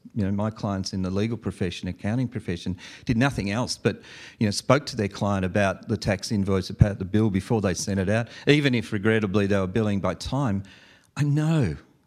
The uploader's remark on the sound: live event coverage of the VeraSage Symposium